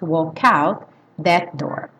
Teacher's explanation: Walk out, tenta juntar walk com out, walk out that door.